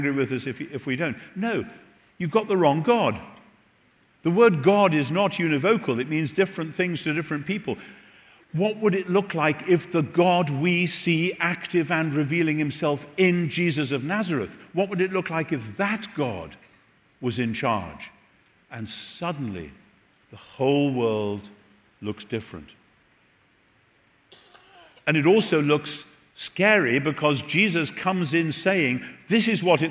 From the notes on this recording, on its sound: Recorded at The Rock Church, San Diego